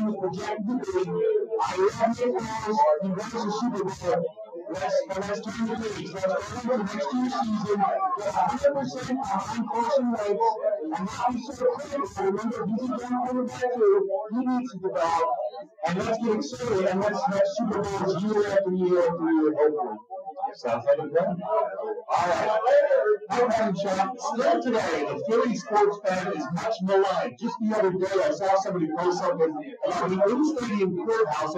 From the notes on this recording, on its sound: POOR AUDIO QUALITY. This is an audio-only replay of our March 3, 2019, show LIVE at the Irish Rover Station House in Langhorne.